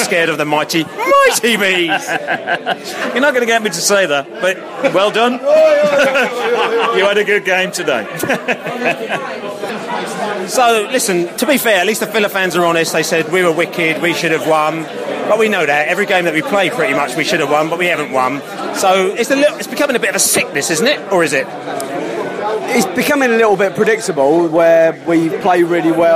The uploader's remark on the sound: post-match podcast from the pub